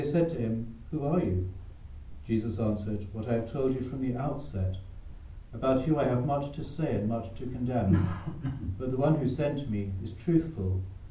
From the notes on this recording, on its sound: Recorded live at Southgate House on 28 March 2023.